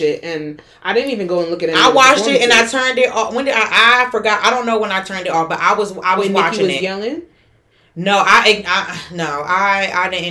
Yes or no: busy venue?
no